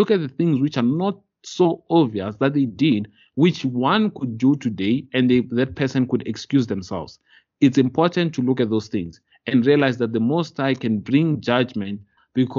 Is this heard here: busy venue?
no